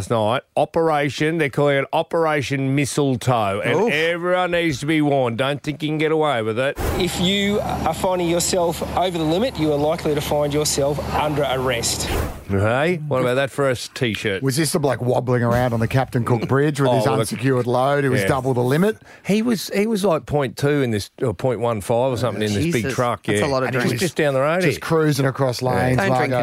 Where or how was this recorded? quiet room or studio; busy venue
busy venue